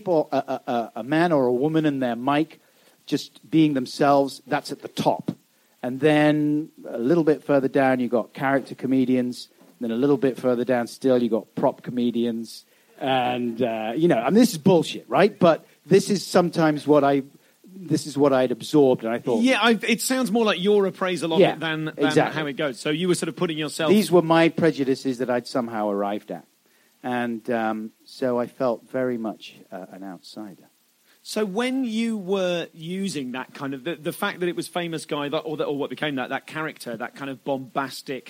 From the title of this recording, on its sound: Live at Soho Theatre